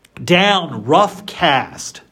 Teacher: Just notice three stresses in a row.